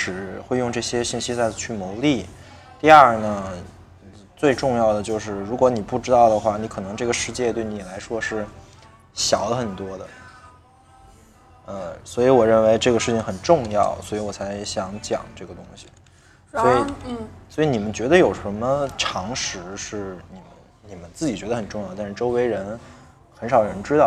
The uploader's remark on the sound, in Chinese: 是我和两个朋友一起在咖啡馆聊天的部分录音剪辑